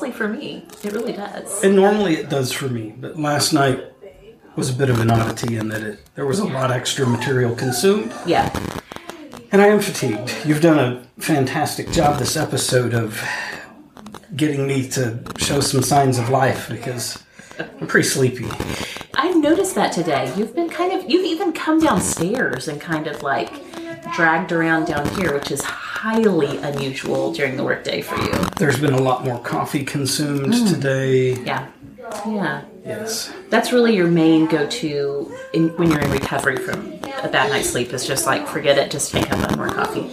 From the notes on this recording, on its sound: new mic gets all the background with half the foreground